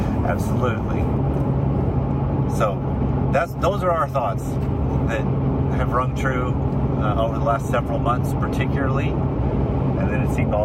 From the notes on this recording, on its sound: while we were driving back